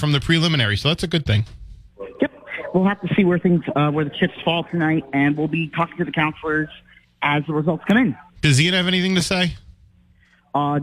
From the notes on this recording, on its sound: takes calls from the audience